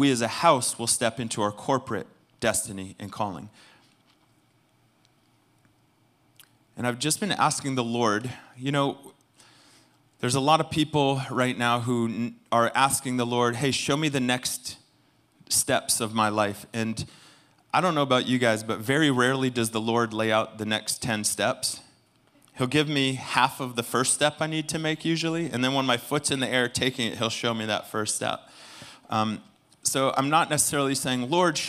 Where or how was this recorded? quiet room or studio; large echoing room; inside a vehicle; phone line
large echoing room